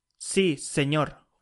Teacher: S predorsal and it's pronounced with the back of the tongue